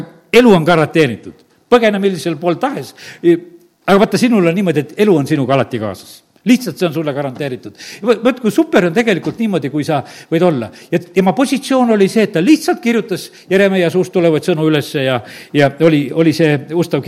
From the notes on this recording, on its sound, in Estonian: Audio salvestus koosolekult